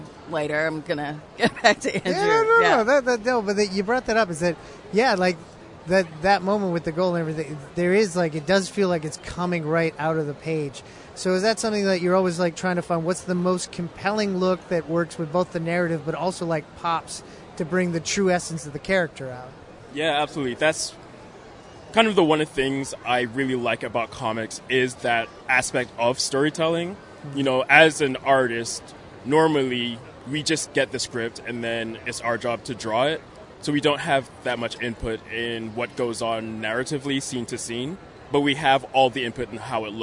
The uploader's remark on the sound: Recorded at Fan Expo Canada